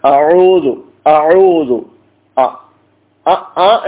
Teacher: ഹംസയും അതുപോലെ തന്നെ ഹാവും ഇത് രണ്ടും തൊണ്ടയുടെ ഏറ്റവും അടിയിൽ നിന്ന് ഉത്ഭവിക്കുന്നതാണ്